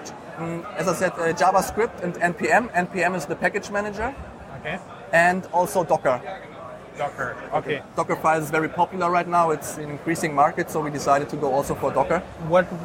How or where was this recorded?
busy venue